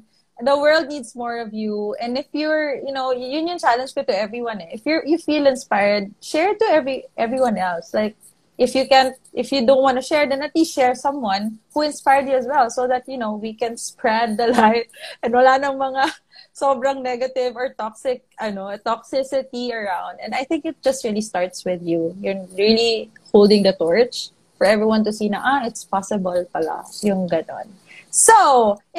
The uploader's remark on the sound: IG Live Interview